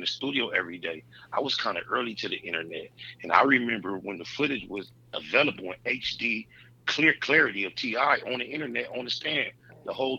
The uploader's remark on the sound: Call in guest.